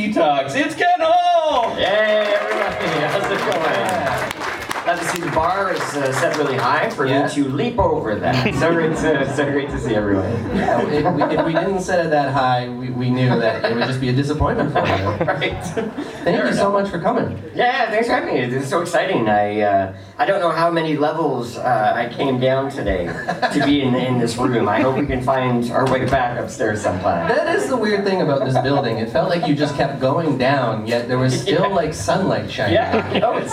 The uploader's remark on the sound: We’re live from Toronto Comic Con!